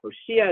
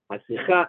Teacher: Hoshia is Mil'el, with a stress on the Shi. Hasicha Milra, with a stress on the Cha.